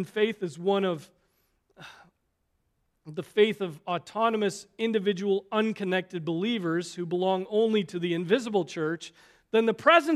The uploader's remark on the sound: Preached on November 26, 2023 at Trinity Presbyterian Church ( Evangel Presbytery ) in Spartanburg, SC.